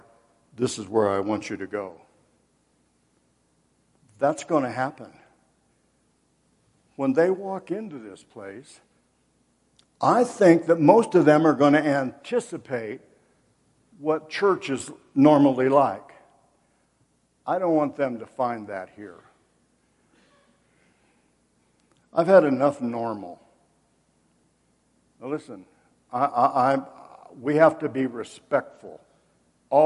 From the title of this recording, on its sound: Woodland Life Church Live